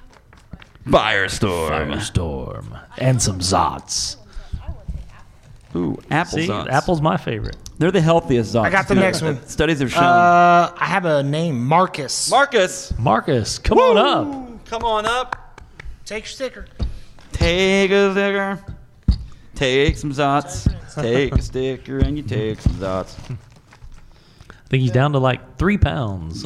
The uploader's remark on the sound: LIVE at Planet Comicon! The guys are live from Planet Comicon in Kansas City! In front of a live audience.